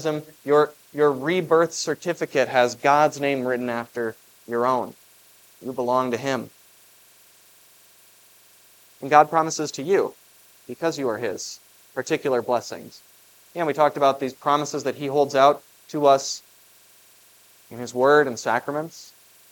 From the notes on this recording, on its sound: was preached for the Festival of the Ascension at Grace of God Lutheran on May 21, 2023